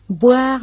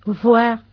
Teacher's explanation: Atención a la diferencia de pronunciación boire, bilabial, B, con voir, que es el verbo ver.